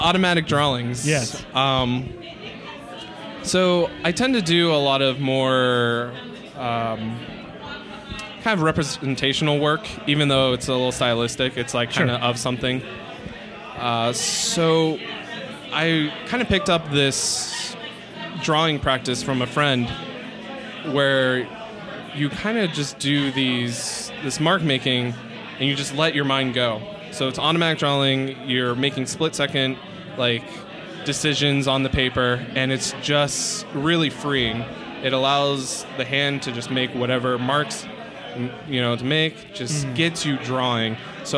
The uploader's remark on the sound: Live from WMC. At the Dribbble Meetup. This special bonus episode was recorded live at the Dribble Meetup during Weapons of Mass Creation.